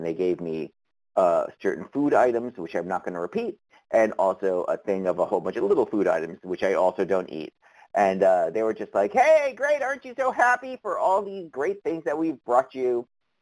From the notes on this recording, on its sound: from the 100 Pounders Phone Meeting